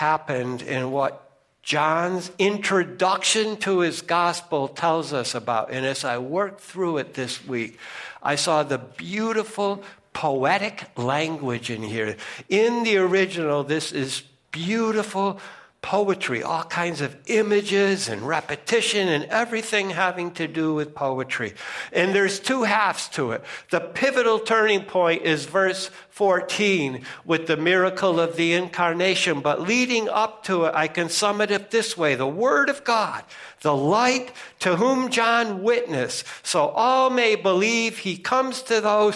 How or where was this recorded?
large echoing room